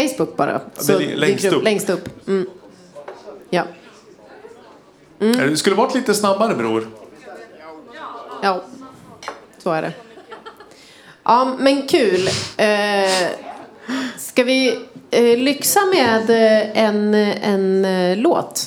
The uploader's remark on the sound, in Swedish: Inspelad live inför publik på Musikhuset tidigare i veckan.